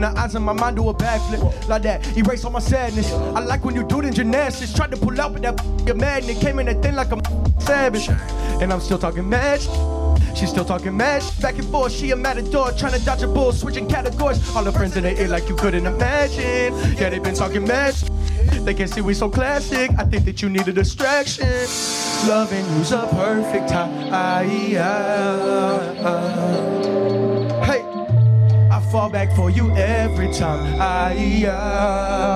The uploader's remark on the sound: Perform at Healer during the New Hands Music Festival. Perform at Healer during the New Hands Music Festival.